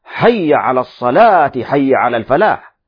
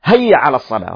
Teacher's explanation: وربما البعض يقول هيا بدل حي بالحاء يأتي بالهاء · Shown in: second take · هيا على الصلاة، هذا خطأ.